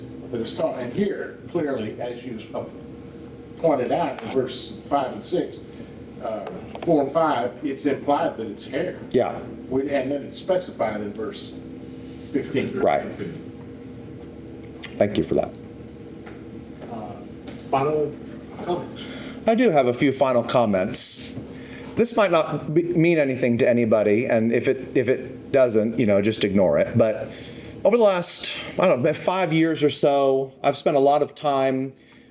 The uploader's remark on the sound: questions and comments from the audience